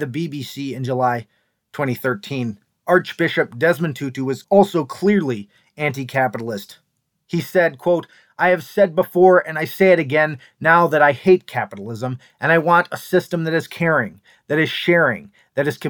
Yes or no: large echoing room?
no